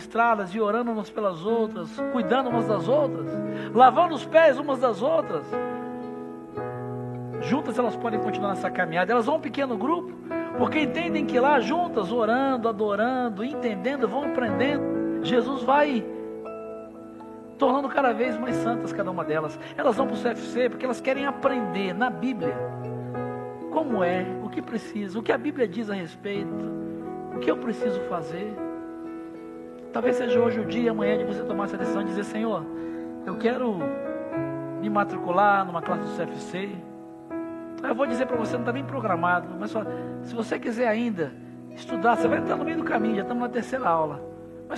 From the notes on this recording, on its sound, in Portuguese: Celebração ao vivo